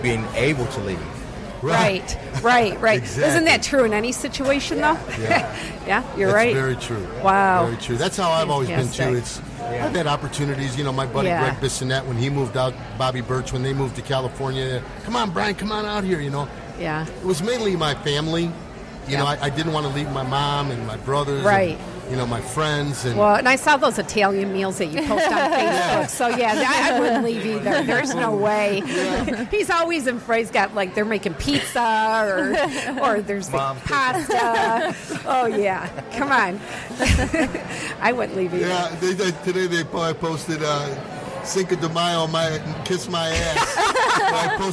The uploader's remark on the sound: The Nooner Show Live from the Detroit Music Awards, Part 1.